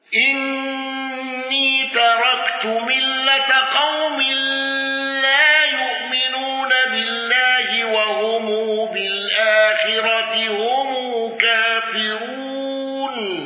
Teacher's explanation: أبو عمرو بقصر المنفصل وإبدال الهمز والغنة